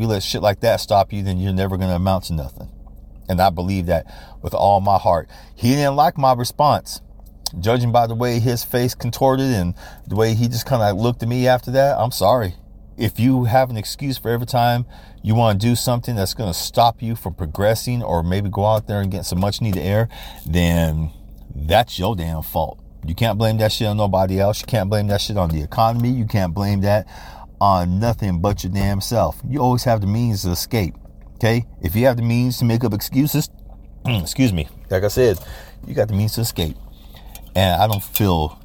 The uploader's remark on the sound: why do you do your podcast from the car again?